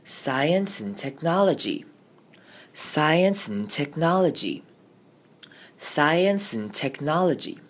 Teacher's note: 我们会把 and 发得非常非常轻，几乎只会听到嗯的声音